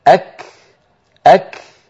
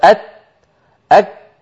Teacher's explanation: ينطق الكاف صحيحة فيأتي بها شديدة مهموسة · Shown in: first take · أو والتاء كذلك شديدة مهموسة، فيأتي بكلام بالعامية أستحي من ذكره